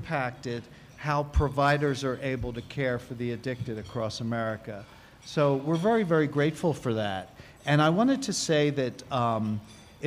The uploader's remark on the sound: General Meeting and Political Action Committee Luncheon at the 40th NAATP Anniversary Conference of the National Association of Addiction Treatment Providers (NAATP) at the Interlocken Resort in Denver Colorado.